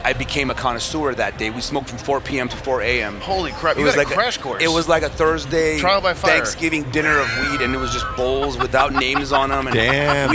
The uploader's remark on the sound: Recorded at MJBizCon 2023